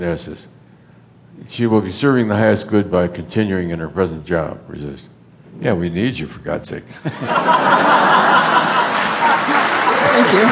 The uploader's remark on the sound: answers questions from the audience